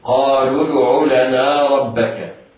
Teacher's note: ربك الراء مفتوحة وقعت أول الكلمة وهي مفخمة، وباقي حروف الكلمة مرققة الباء والكاف.